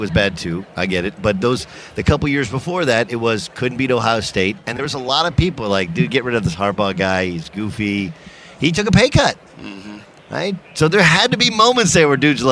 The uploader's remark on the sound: live from Radio Row at Mandalay Bay in Las Vegas